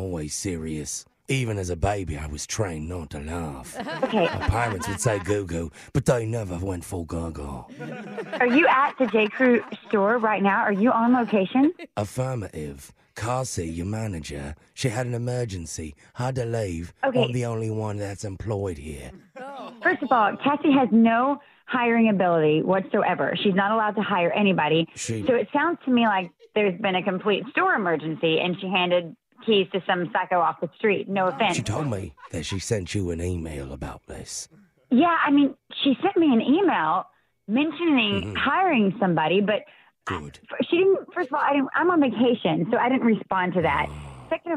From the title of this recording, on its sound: Phone Tap